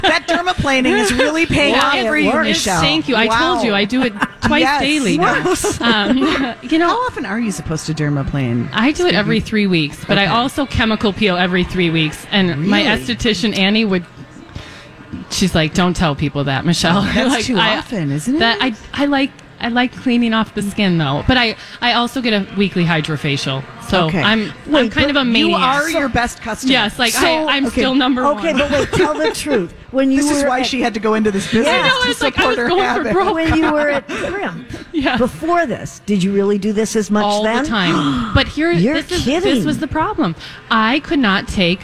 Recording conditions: busy venue